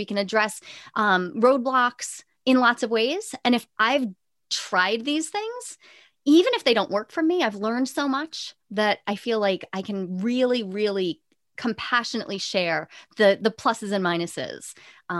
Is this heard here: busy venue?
no